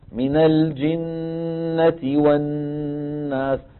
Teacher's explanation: الغنة الممطوطة في الميم والنون أيضا · Term: إطالة الغنن